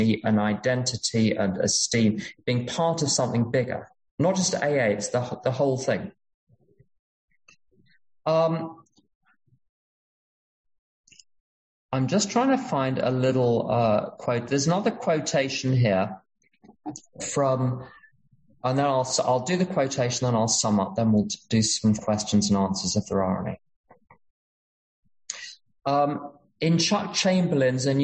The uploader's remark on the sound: at an unknown zoom meeting held in July of 2022